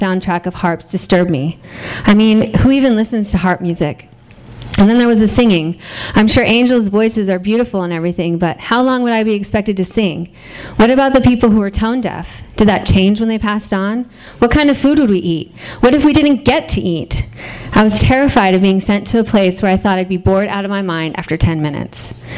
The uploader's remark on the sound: THIS EVENT WAS RECORDED LIVE AT SKYLIGHT BOOKS ON OCTOBER 16, 2012.